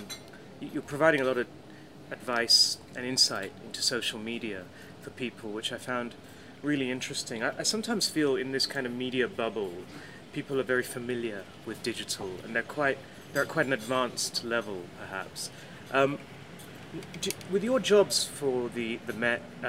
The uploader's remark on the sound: Recorded at the PRAXIS7 conference in Hyderabad